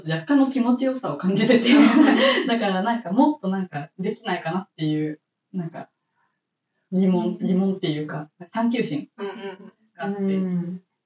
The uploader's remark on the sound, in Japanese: 機材トラブルのため、全体的に音声がこもって聞こえづらいです